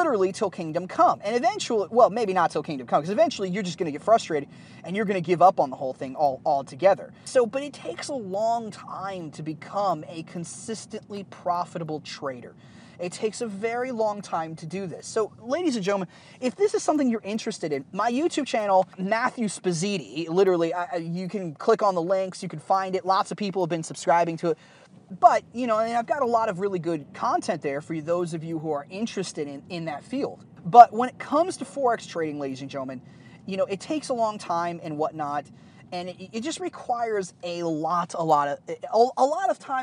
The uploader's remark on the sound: the audio isn't the best as I was recording this episode in the car